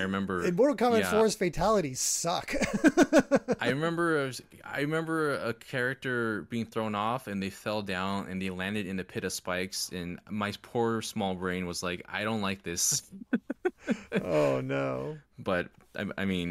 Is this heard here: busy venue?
no